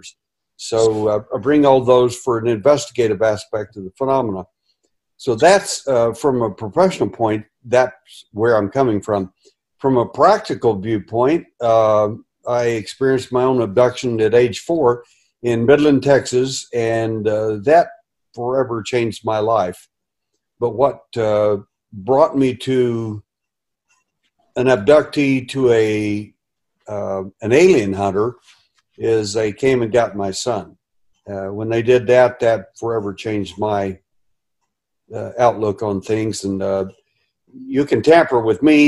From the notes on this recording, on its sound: Food Forest Abundance Zoom Meeting